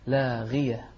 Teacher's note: تسمع فيها لاغية لا تقول لاغية ولا تقول لاقية لا لاغية غين مفخمة لكنها مكسورة فتكون في أدنى مراتبها أدنى مراتب التفخيم